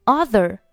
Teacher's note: about it 连在一起是 about 浊化一下，并且 it 末尾的不用发出声音来。About it through other 好，注意这里的 through th 这是一个咬舌音，上下齿轻触舌尖，在这里声带是不震动的 through 后面的 other th 也是咬舌音，上下齿轻触舌尖，在这里呢它是一个浊辅音，声带震动，读作 z 后面是发所以连在一起就是 the 加上前面的元音 a 就是 other through other channel 这里字母 a 发梅花音 a cha 末尾是 no。所以是 channels。好，下面呢，我们把整句话再读一下，从